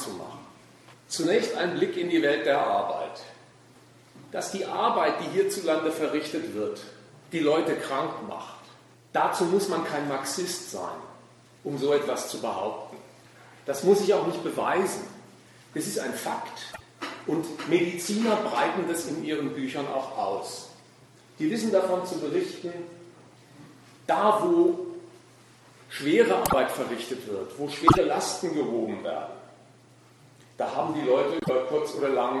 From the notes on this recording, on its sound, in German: Wir bringen im Folgenden einen Mitschnitt des Vortrags